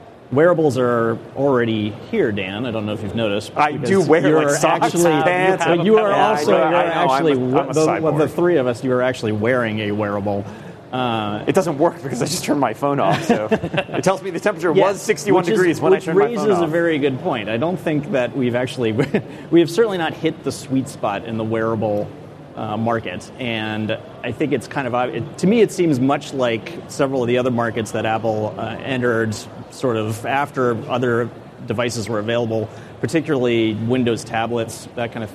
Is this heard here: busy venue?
yes